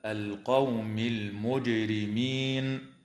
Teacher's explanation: وتظهر لام التعريف في قوله تعالى القوم المجرمين